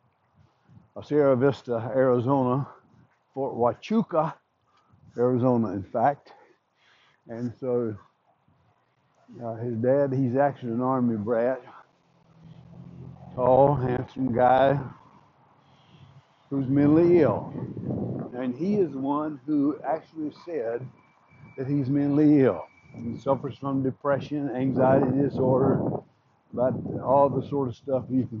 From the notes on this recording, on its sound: A first time doing this while walking.